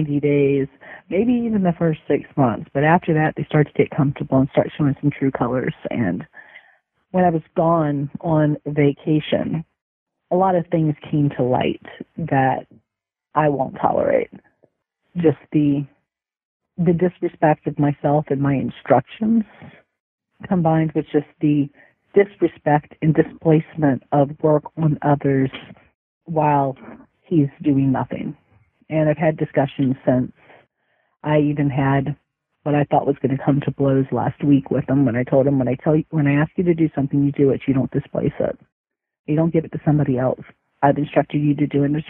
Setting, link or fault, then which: link, phone line